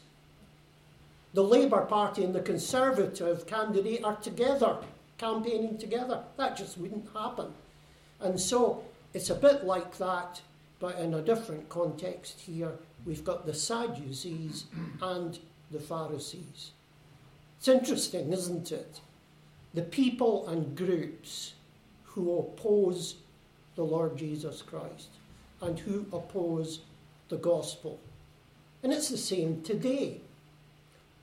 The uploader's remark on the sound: Service recorded at Fernilea Gospel Hall 9 January 2022. A service recorded at Fernilea Gospel Hall.